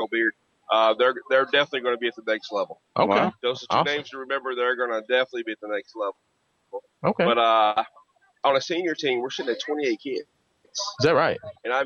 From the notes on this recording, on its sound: Todays show was broadcast live from Sky View Park for the annual Louisville Youth Football League Pigskin Preview.